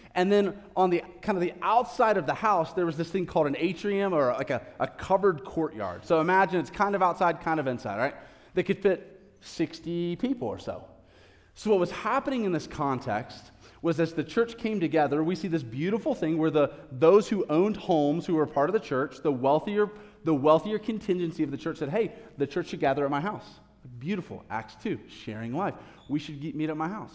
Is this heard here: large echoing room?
yes